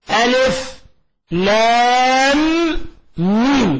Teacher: وهناك حرفي مثقل لأنه في إدغام، ألف لام ميم، أدغمنا الميم الأولى في الميم الثانية، الميم الأولى ساكنة والميم الثانية متحركة أدغمنا، فصار عندنا إدغام متماثلين، فهذا سمي مد لازم حرف مثقل لأنه جرى في إدغام.